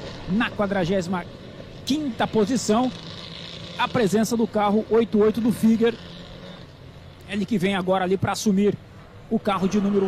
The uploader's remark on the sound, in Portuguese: Transmissão AO VIVO da 2ª Etapa 2022 (corrida 2), da Gold Classic, direto do Autódromo Velocitta (SP).